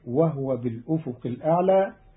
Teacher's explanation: قرأ قالون كلمة وهو بالأفق الأعلى بإسكان الهاء فتصير وهو بالأفق الأعلى، والضم والإسكان في لغة العرب.